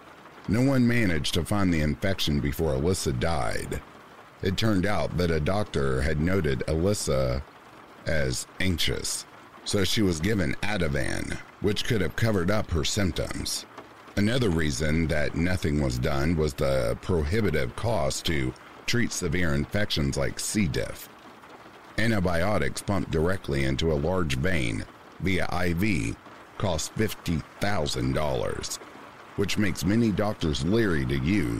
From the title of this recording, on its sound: RAIN SOUNDS